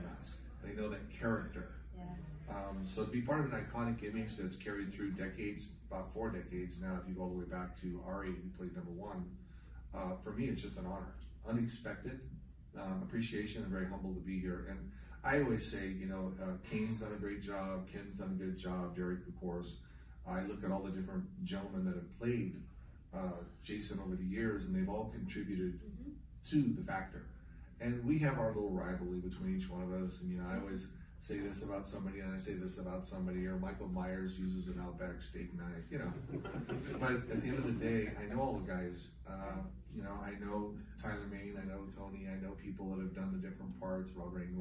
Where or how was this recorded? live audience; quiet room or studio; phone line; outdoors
live audience